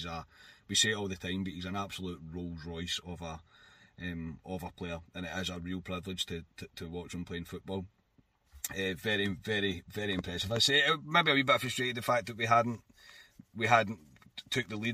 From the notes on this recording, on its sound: brings reaction from the car